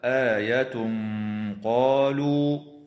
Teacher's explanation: ويخفى التنوين عند القاف مع الغنة مفخمة في قوله تعالى آية قالوا، وتدغم النون الساكنة في النون مع الغنة في قوله تعالى قالوا لن نؤمن، وتفخم اللام في اسم الله لوقوعها بعد ضمة، ويوقف على قوله تعالى رسل الله من قبيل الوقف اللازم.